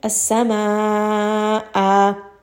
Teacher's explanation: I am not going to say sama with a sukoon. Instead, I'm going to give it a two-count med. As-sama'a. Now, this is a two-count med dil-iwad.